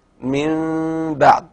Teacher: يعني نون ساكنة مثل من، جاء بعدها حرف الباء مثل بعد، نحول النون الساكنة إلى ميم مخفاة مع الغنة بمقدار حركتين · Term: القلب